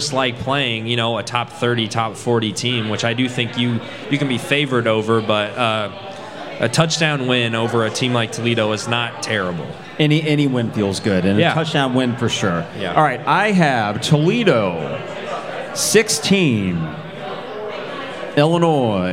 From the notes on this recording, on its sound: Live from Pour Bros. Craft Taproom.